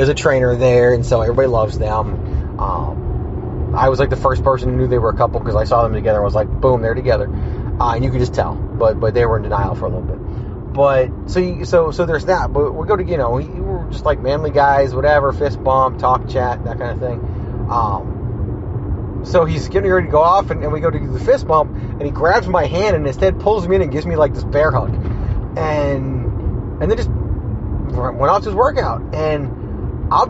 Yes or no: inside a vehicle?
yes